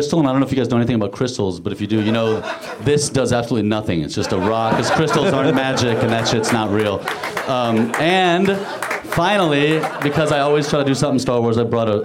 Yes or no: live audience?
yes